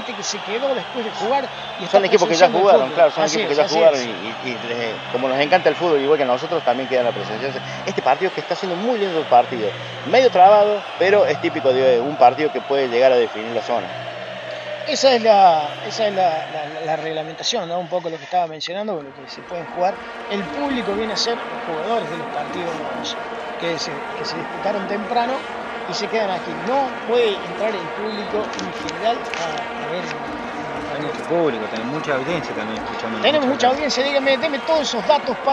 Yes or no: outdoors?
yes